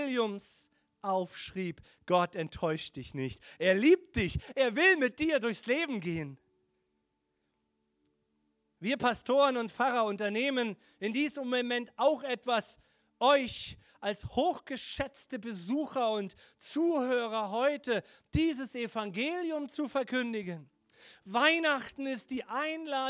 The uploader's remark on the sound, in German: Heiligabend 2022 - Gottesdienst Predigt.